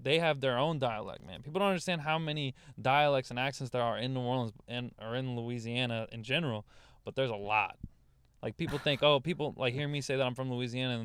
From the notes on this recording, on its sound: a fight happened outside the car